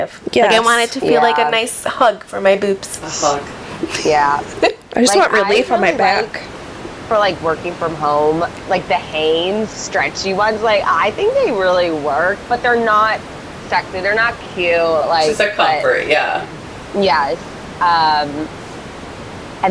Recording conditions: background noise